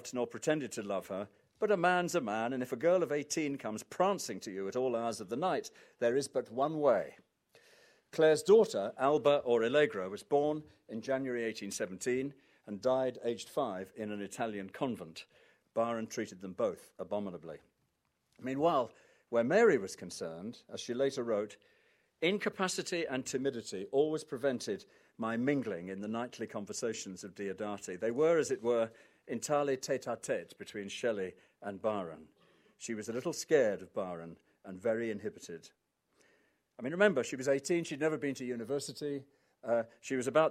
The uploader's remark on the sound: Recorded at the Science Museum